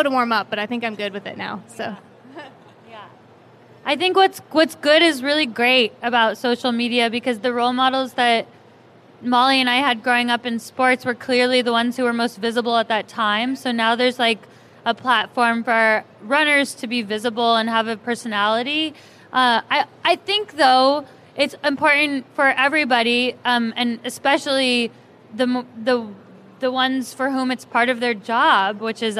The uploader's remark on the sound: For a live show at the Houston Marathon.